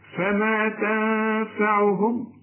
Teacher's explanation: النون بعدها فاء، الفاء من حروف الإخفاء غن هنا